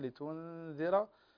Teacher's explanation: وكذلك عندنا النون هنا ساكنة لتنذر، فالنون ساكنة وبعدها الذال، فهنا إخفاء كما سبقا ذكرنا أن الحرف إذا كان خالي من الحركة ليس عليه حركة فحكمه الإخفاء أو الإدغام، فهنا حكمه الإخفاء.